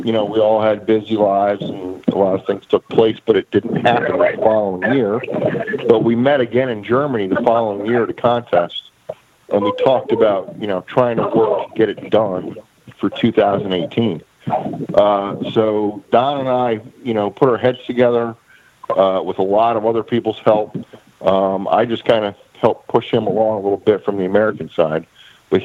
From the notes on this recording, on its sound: Calling in live from Australia.